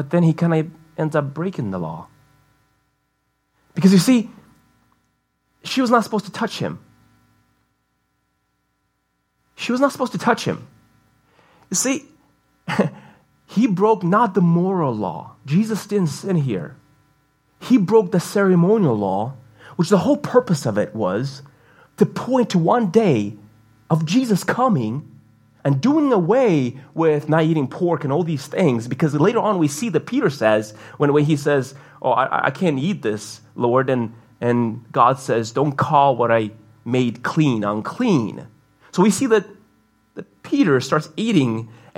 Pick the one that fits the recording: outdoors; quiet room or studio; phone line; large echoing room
large echoing room